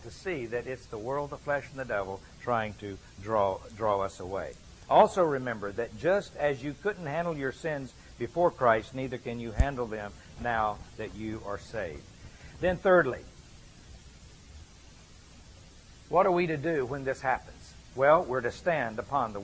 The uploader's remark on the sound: gave this lecture at an Exchanged Life Institute